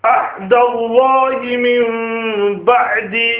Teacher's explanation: the nun sakin or tanween will be substituted by a small meem sakin and will be recited with gunnah. So what will happen is that the nun will be substituted with a small little meem. · Term: iqlab